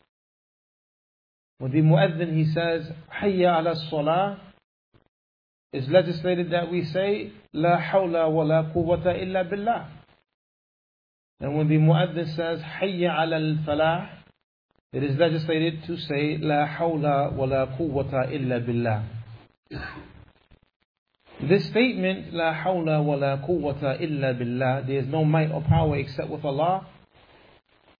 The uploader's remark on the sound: Lecture given at Masjid Nur Allah, Queens, NY